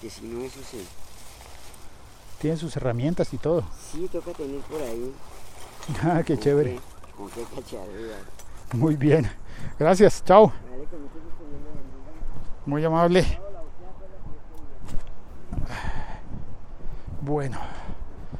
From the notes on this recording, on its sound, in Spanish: Hoy hice el podcast en bicicleta desde el parque Simón Bolívar de Bogotá